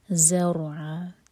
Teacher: ز buzzing sound کے ساتھ، را ساکن ہیوی ہوگا کیونکہ اس سے پہلے ہے فتح. اور ع دو حرکہ لمبا، یہ ہے مد عوض عن التنوین، فتح کی تنوین پر رک رہے ہیں.